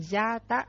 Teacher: Ví dụ, gian cộng với ta, thì chữ n bị bỏ đi đó, thì chữ nguyên âm a là được kéo dài ra, gọi là biến thành trường âm. Như vậy chữ gian cộng với chữ ta trở thành là gia ta, là đã phát sanh.